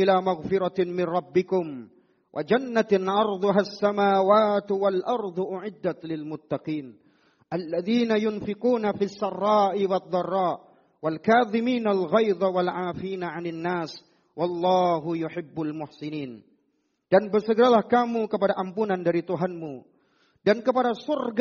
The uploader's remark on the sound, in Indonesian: Rekaman Audio Khutbah Jum'at. Di masjid Mu'adz bin Jabal.